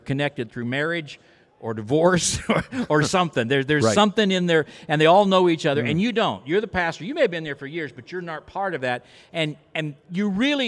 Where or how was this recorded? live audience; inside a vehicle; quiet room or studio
live audience